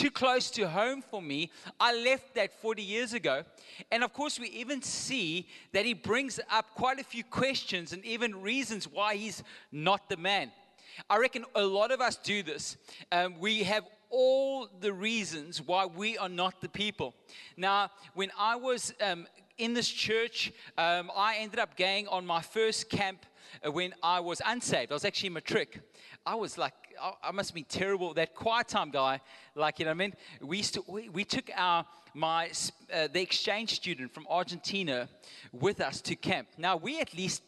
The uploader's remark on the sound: Recorded live on Sunday the 9th October 2022